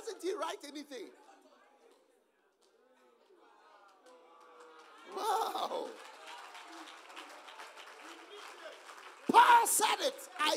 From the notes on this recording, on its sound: Preached at the Use It or Lose It Camp, USA.